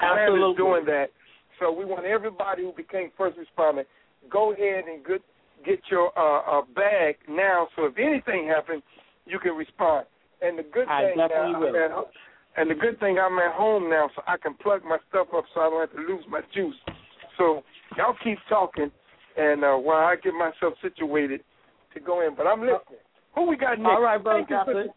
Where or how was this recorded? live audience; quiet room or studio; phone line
phone line